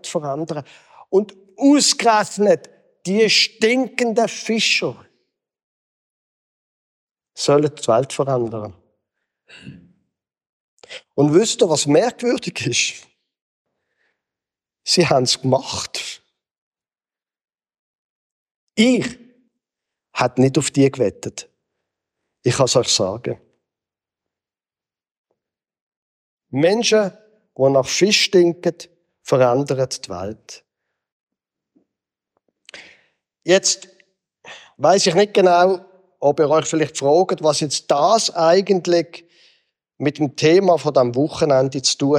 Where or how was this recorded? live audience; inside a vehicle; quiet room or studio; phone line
live audience